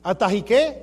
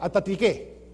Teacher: the H is almost like a glottal stop. But it's a soft glottal stop instead of a hard glottal stop. · Shown in: first take · They use the H for a soft glottal stop and the apostrophe for a hard one.